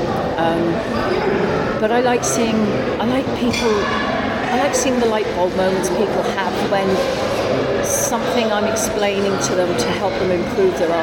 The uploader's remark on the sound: The interview was recorded in a cafe, so the background noises are quite strong, but overall everything is audible. The cafe bustle only adds to the authenticity of this interview!